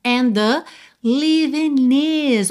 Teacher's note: and com the você liga num som só e lembra que isso é muito comum quando a gente tem uma palavra que termina em T ou D e a próxima palavra começa em T ou D.